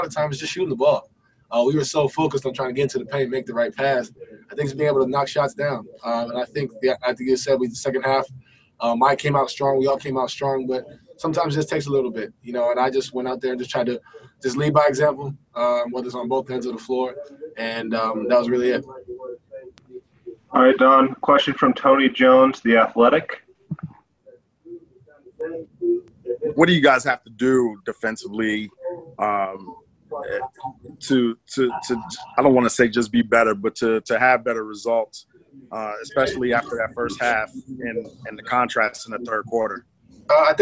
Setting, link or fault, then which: link, video call